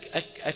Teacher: أغلق بأقصى اللسان الحلق